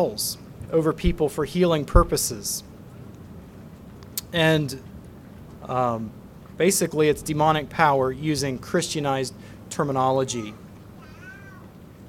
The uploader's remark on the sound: Message preached at Word of Hope